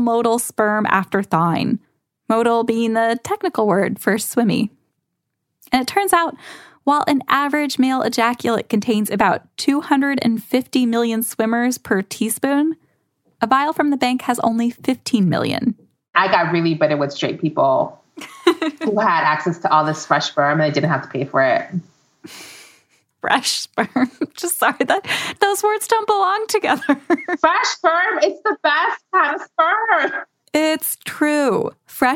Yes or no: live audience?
no